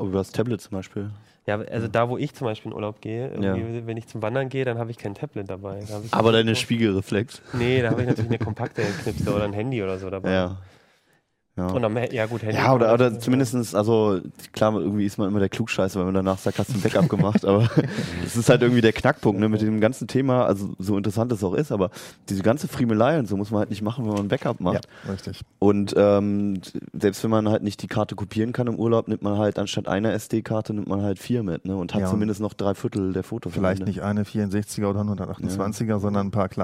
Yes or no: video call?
no